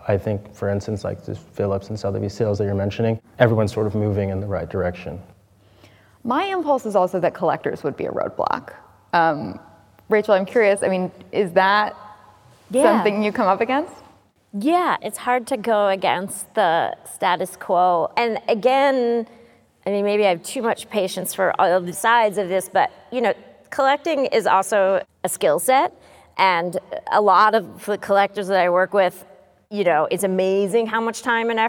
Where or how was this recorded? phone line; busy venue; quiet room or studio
busy venue